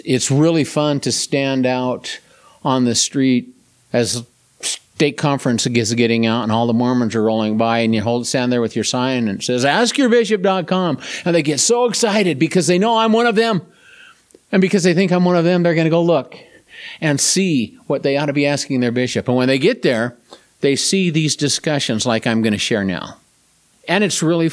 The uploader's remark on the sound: This presentation was delivered at River of Life Church, Tremonton, Utah